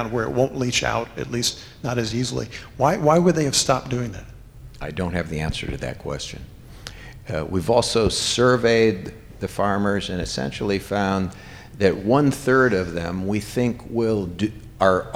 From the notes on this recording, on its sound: Audience Q&A